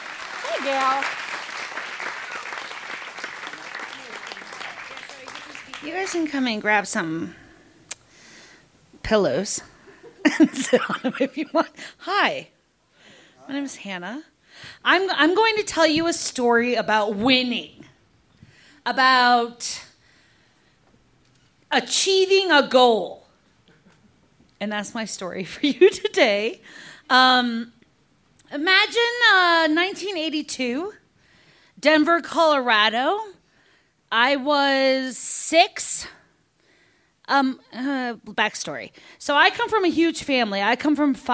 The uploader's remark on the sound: recorded live on 21 October 2015 at Buntport Theater in Denver, Colorado